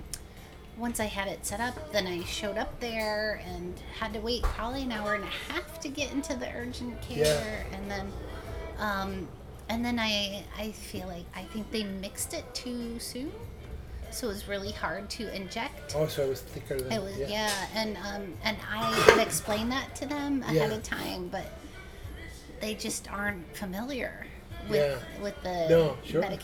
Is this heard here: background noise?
yes